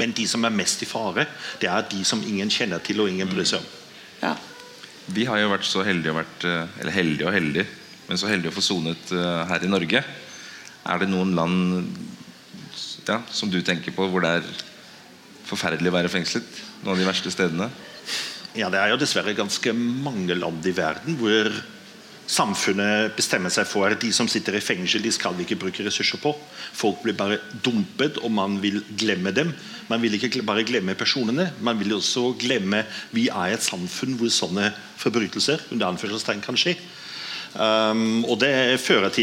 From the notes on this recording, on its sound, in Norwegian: Røverradion sender live fra utstillingen på Nobels Fredssenter.